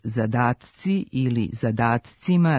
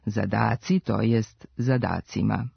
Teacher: Treba obratiti pažnju i na oblike množine ove imenice u kojima se gubi suglasnik t ispred glasa c, koji je slivenica glasova t i s · Shown in: second take · pa od zadatci ili zadatcima dobijamo ispravni oblik zadaci, to jest zadacima.